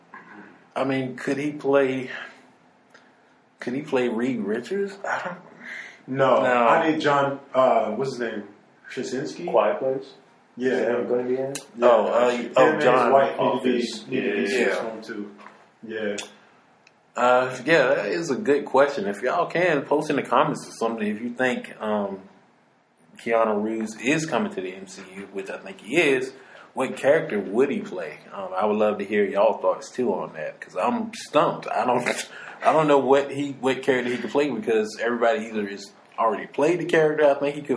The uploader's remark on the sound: Excuse the echo in the audio